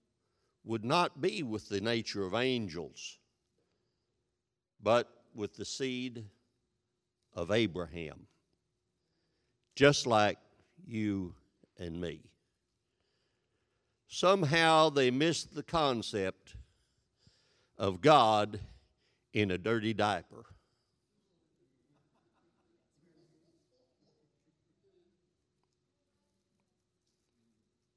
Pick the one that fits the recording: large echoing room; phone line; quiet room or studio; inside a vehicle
large echoing room